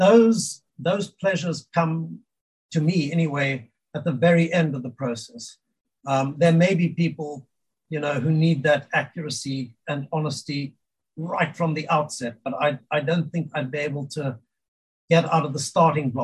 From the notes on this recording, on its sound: We met via Zoom